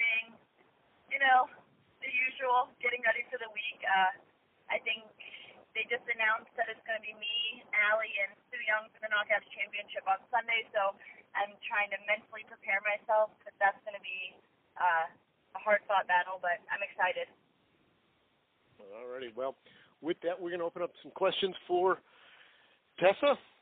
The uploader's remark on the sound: Media Teleconference Interview